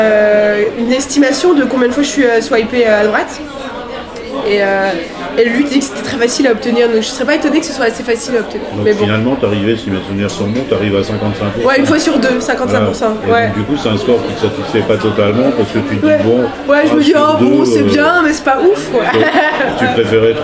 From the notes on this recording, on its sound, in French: Au bar le Progès.